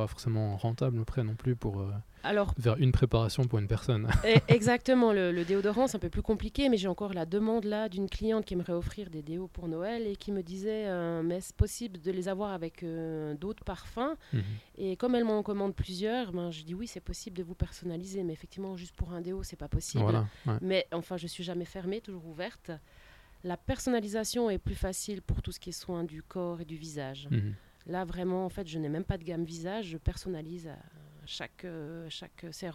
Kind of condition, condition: setting, outdoors